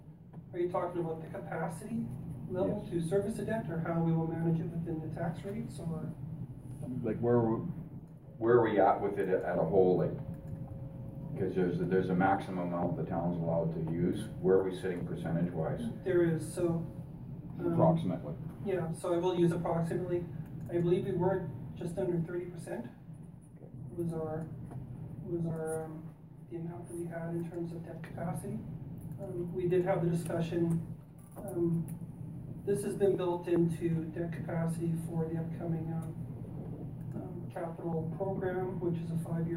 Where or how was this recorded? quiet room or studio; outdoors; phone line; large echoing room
large echoing room